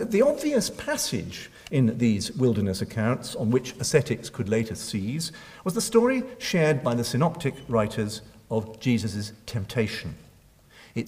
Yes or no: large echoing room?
yes